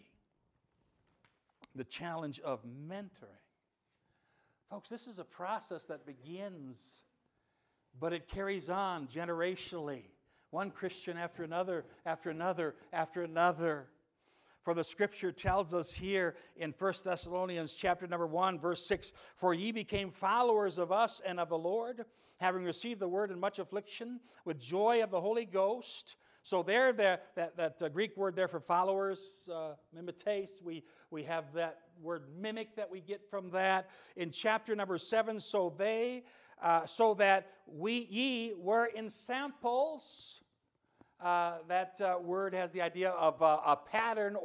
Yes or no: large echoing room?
yes